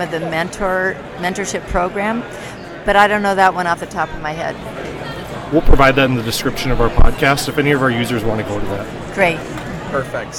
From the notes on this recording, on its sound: This podcast was recorded on the show floor of the NPGA SE show in Nashville, TN.